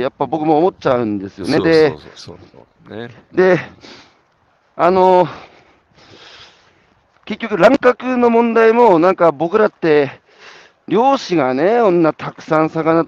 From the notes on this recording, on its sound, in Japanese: 歩きながら1時間、対談する。